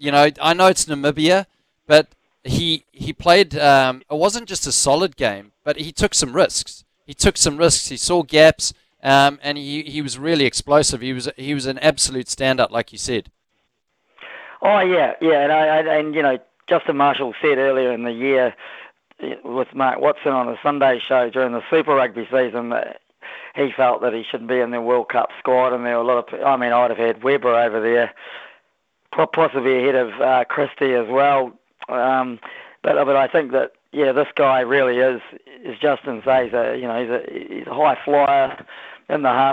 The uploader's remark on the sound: hits the phone and text lines